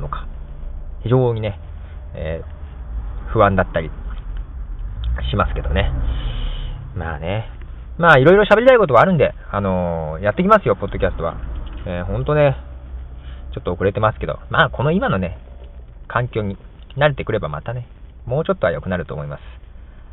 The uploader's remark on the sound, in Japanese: ステレオ録音をしたのがいけなかったのかもしれないと、今回は音質が落ちる、iPod+iTalkのモノラル録音に戻したんですが。